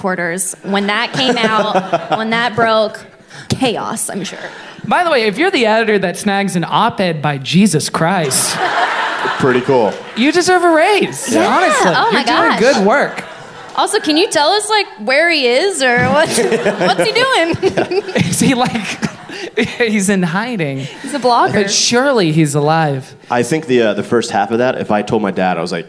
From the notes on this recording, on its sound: LIVE at The Bell House in Brooklyn, NY